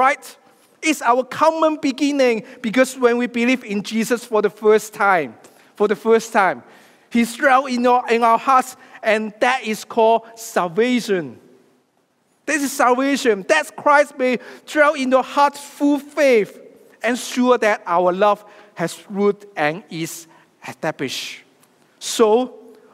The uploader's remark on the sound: preaches a sermon live from Destiny on 22nd October 2023.